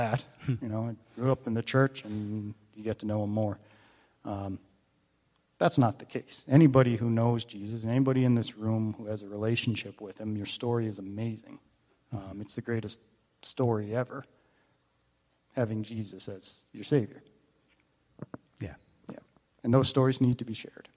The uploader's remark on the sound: This is audio taken from the May 21, 2023 Sunday sermon at FBC Charlottetown PEI Canada.